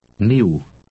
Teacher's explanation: ends with an English E followed by a short U sound.